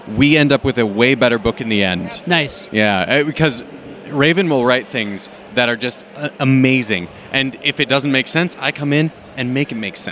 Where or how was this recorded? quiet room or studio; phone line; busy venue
busy venue